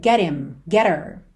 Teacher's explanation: Já apareceu outras vezes aqui na série, então se você segue há um tempo, você já sabe disso, mas quando a gente tem ali uma palavra terminada em T e logo depois him, her, pelo H tem um som fraquinho, esse h, muitas vezes ele acaba sendo suprimido e a gente liga no T